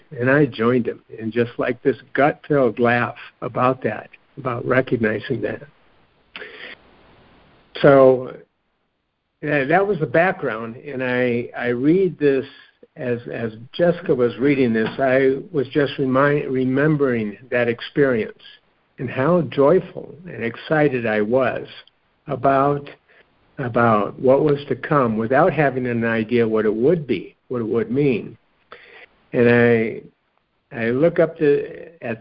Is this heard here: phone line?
yes